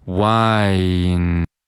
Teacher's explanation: 要先把这个双元音的滑动读出来，读成 Y，Y。最后再把这个前鼻音，嗯。加上去，读成 wine。第一句就是，We're gonna drink some wine, eat some goodfood。那这句话呢，我们需要注意的点比较多。首先是 eat 和 some 中间需要进行一个连读，连读成 eat